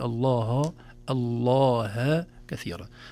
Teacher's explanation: نخلص الهاء من لفظ الجلالة من تفخيم وتغليظ اللام قبلها